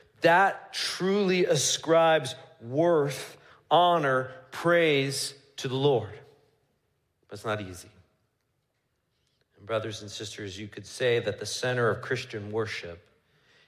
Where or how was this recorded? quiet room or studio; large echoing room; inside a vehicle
large echoing room